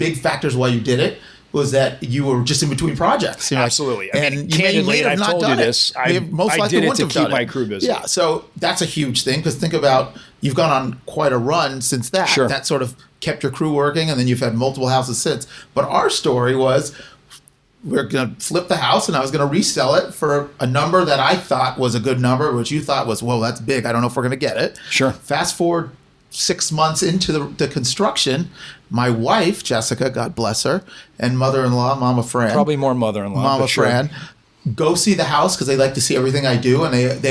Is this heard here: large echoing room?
no